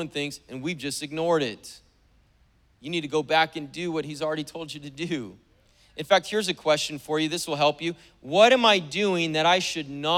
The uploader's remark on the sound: Was preached on May 1st at the 10AM service.